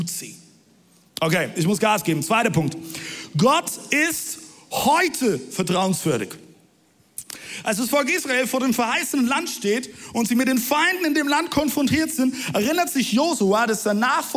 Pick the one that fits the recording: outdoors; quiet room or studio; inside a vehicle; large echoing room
large echoing room